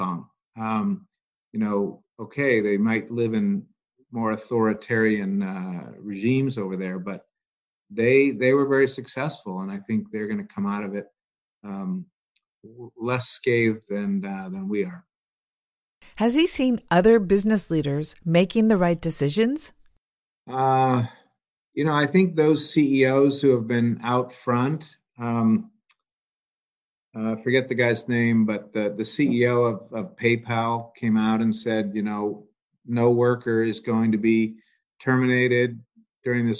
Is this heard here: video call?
yes